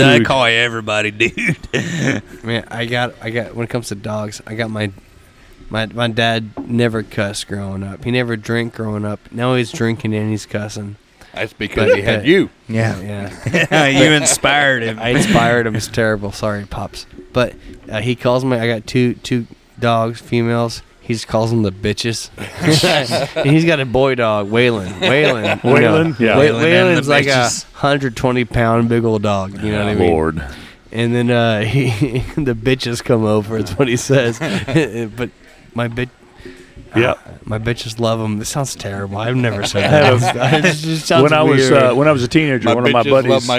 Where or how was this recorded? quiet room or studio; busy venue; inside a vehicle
busy venue